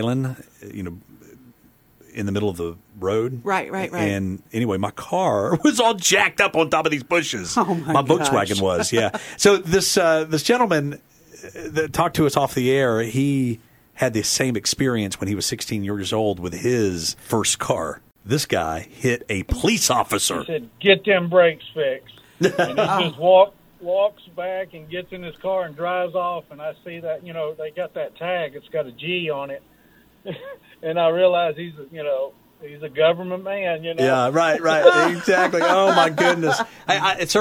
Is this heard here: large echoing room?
no